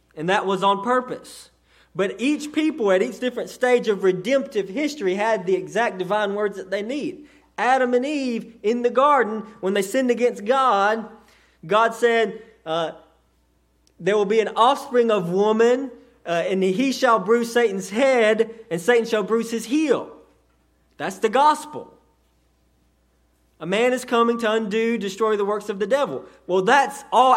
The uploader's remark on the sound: A sermon delivered to Cottondale Baptist Church in Eastman, GA. During the 6:00pm service.